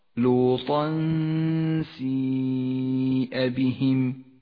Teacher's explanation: تخرج هذه الغنة من مخرج السين متجافيا عنه قليلا ومن الخيشوم · غنة الإخفاء هنا غنة مرققة لأن حرف السين حرف مرقق لوطا سيئ بهم تخرج هذه الغنة من مخرج السين متجافيا عنه